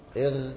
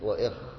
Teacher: والغين أقرب إلى الصدر والخاء أقرب إلى اللسان